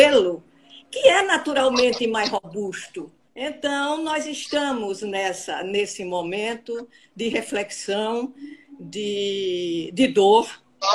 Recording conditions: video call